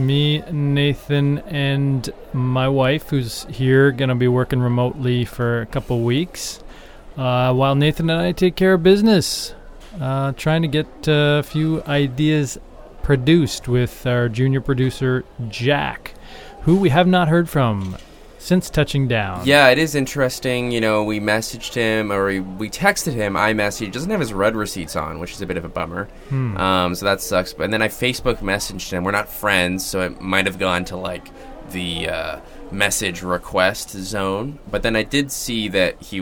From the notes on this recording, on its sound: on location at the lovely Minneapolis-St Paul International Airport